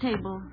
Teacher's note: It's a two-syllable word where the accent is on the first syllable · Term: trochee